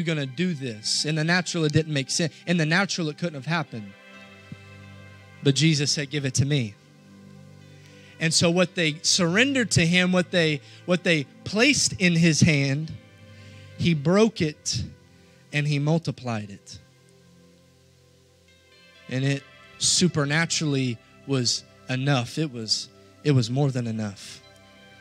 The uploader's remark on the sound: This message was preached Sunday, February 20, 2022, at our Cowden, Il location.